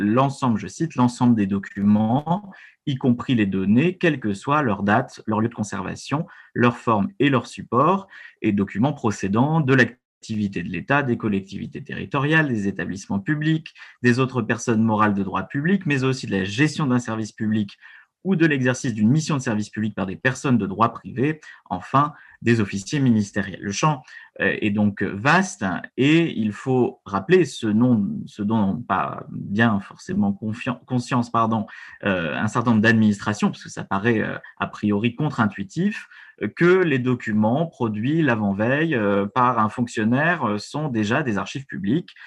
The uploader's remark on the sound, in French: Enregistré sur Zoom le 4 février 2021